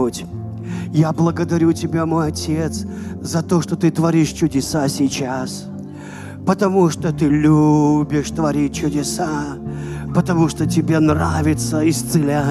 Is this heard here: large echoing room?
yes